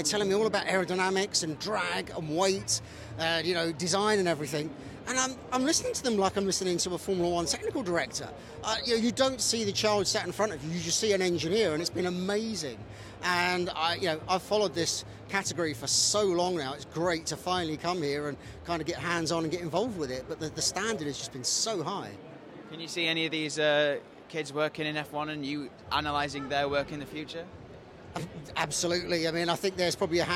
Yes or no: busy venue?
yes